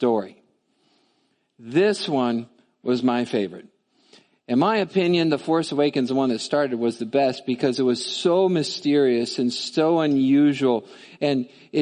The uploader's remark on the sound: Midland Evangelical Free Church Sermon Audio